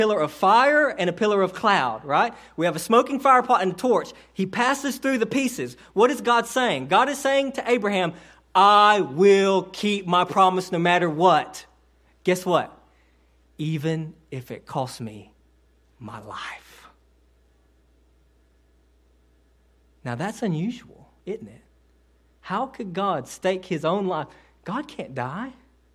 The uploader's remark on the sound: this sermon delivered to Cottondale Baptist Church in Eastman, GA on 9/23/18 during the 11am service